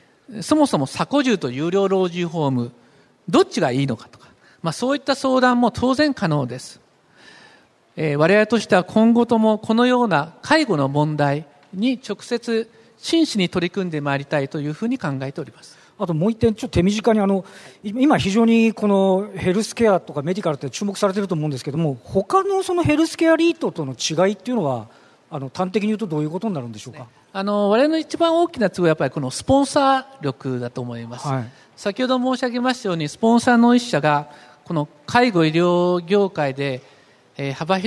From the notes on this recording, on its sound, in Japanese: 東京証券取引所で開催した「J-REITファン2016」に登壇した